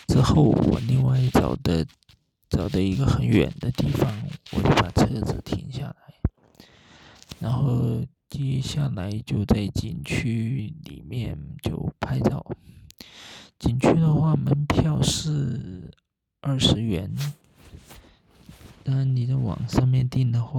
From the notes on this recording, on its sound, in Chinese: 深夜录制，声音不好，敬请见谅！